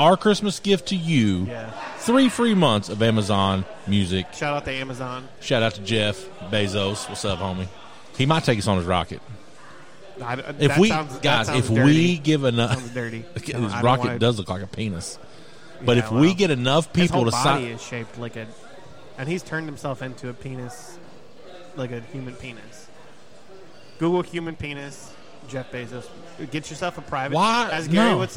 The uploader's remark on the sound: Live at Streetside